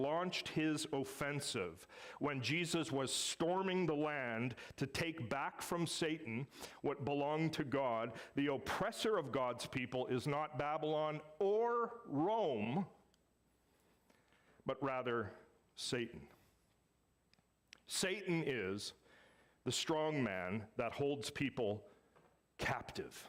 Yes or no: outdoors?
no